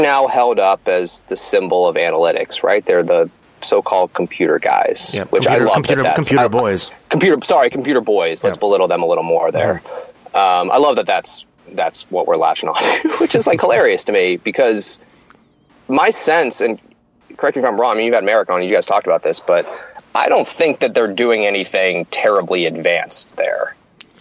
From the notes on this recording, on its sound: over the phone